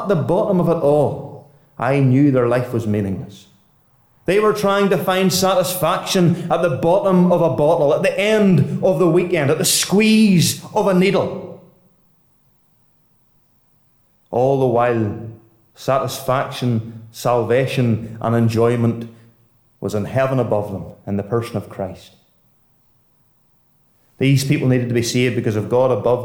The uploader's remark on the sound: Listen to a Gospel Audio Recording from Ballyclare Gospel Hall.